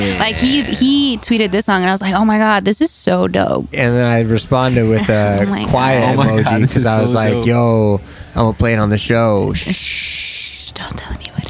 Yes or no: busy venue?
yes